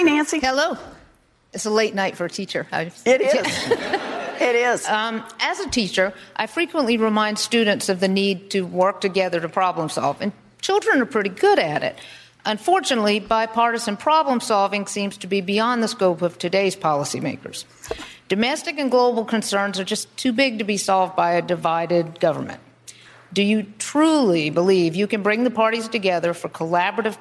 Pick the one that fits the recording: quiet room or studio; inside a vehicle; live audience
live audience